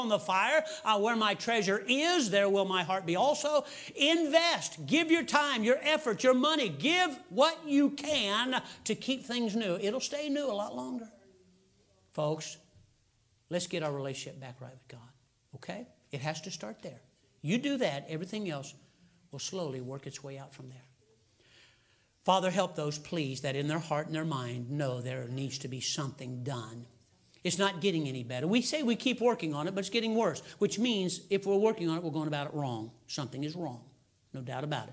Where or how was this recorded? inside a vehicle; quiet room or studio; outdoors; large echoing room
large echoing room